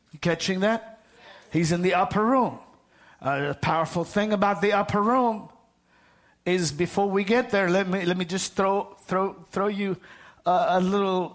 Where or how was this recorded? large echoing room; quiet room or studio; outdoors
large echoing room